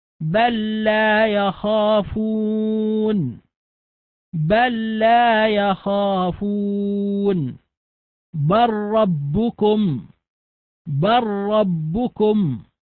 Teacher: أدغمت اللام فيما بعدها إدغاما كاملا